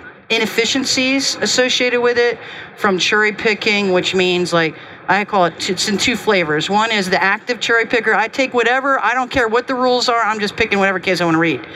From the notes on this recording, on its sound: Recorded live from the floor of HIMSS at the GE HealthCare booth.